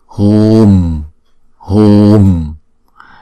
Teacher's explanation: Chữ U, khi nào chúng ta thấy chữ U mà có dấu gạch ngang trên đầu như thế này thì chúng ta sẽ đọc hai nhịp. Tức là khi chúng ta đọc chữ tới chữ U á, chúng ta phải kéo dài hai nhịp.